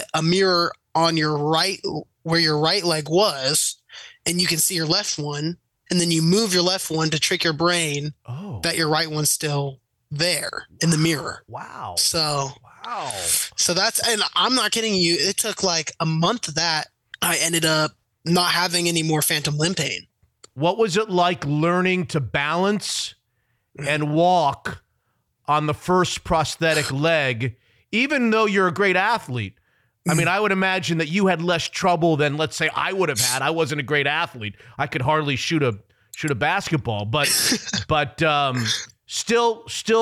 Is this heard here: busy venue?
no